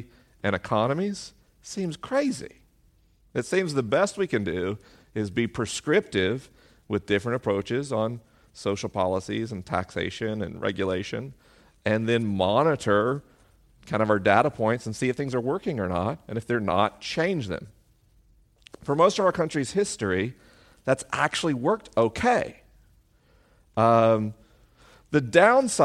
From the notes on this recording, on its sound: LIVE in Boston, MA. This week is a live episode: the questions are unscreened and the answers are unrehearsed.